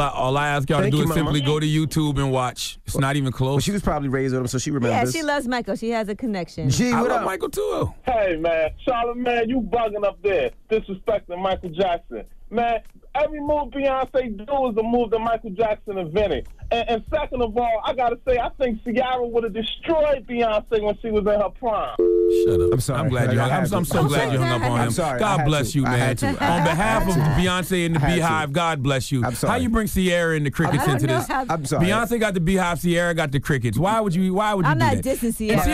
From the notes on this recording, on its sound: we opened up the phone lines to see what our listeners thought